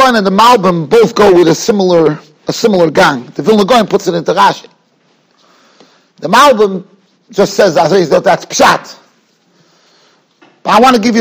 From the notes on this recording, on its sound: Shiur recorded in Yeshivas Ohr Reuven, Monsey, NY.